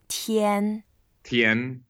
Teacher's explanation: 天 is the first tone. You go flat, so you just keep it going, make it very even.